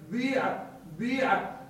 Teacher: يعني تبدأ بضمة، تبدأ بضم الشفتين، ثم ها هذا الضم يعطي صوت الضم، يعطي الصوت لكن لا يعطي ضمة خالص، ثم تكسر. بعد ذلك فيكون عندنا ثلث ضمة والثلثان ماذا؟ · Term: الإشمام